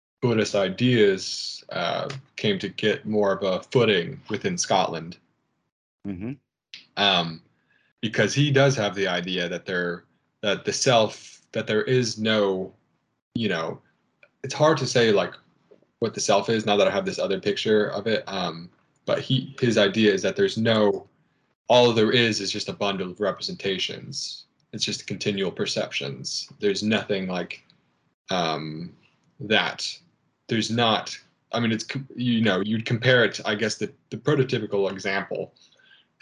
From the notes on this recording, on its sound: Skype calls on this channel.